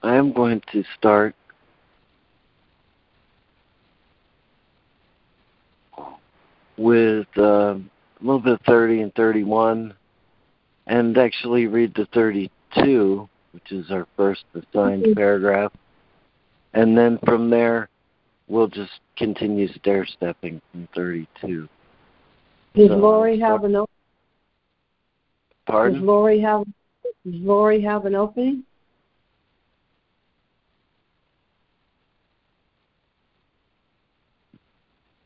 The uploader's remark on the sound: ACIM Daily Conference Call